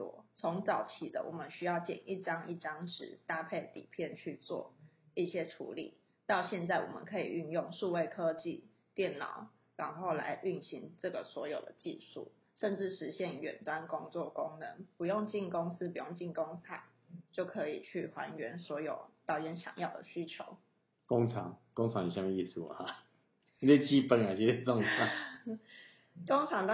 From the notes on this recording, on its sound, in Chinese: 這一集是在一個電影工作室裡錄製的，所以效果有一點差